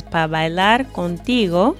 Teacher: So he says it sometimes a little shorter, but again, in the Caribbean, it's very common for para to be shortened to pa